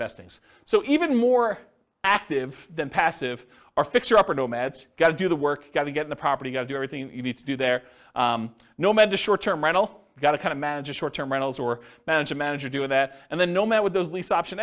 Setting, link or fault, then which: setting, live audience